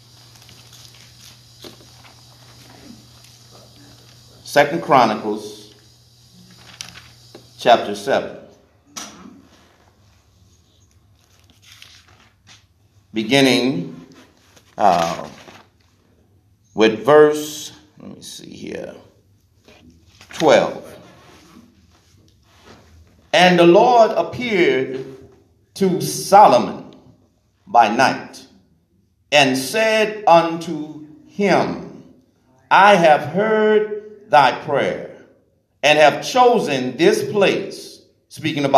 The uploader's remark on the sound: This message was recorded at "Divine Mission House Of Prayer